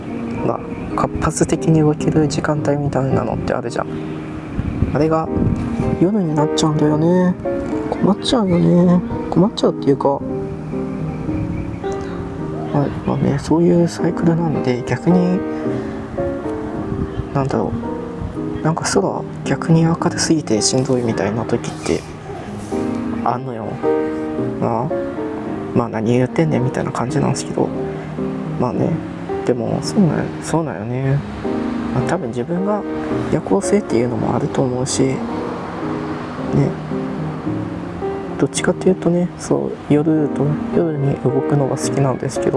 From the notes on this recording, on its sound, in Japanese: 外収録したかったし移動にスマートに収録したい。移動しながらスマートに外で収録して見たかったです。出来ませんでした。